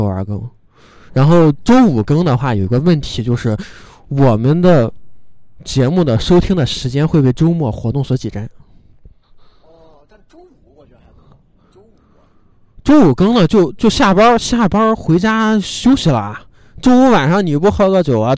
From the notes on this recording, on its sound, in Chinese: 在北方初冬的晚上，被迫吹着冷风在一个天台录音。录音地点：红尚坊二楼天台。